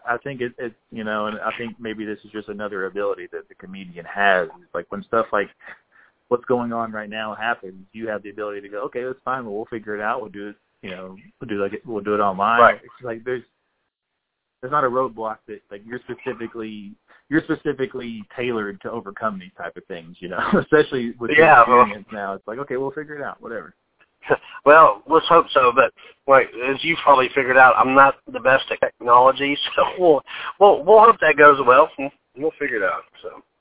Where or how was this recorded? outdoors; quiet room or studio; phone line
phone line